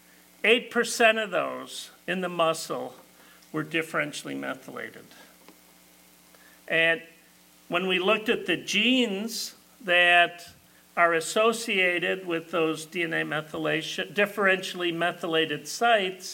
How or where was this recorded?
large echoing room